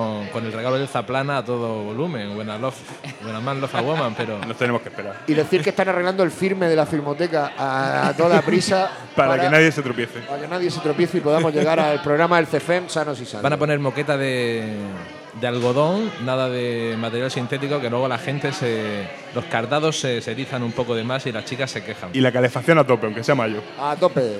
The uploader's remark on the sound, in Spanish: Octava sesión de La Turné II, desde la Sala Musik de Murcia, para celebrar el Record Store Day.